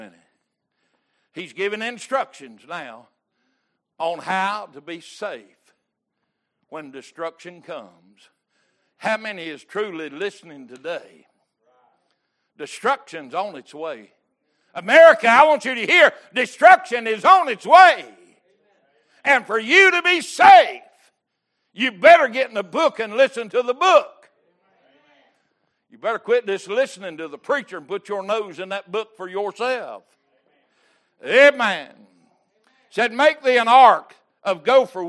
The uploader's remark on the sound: Wednesday Evening Service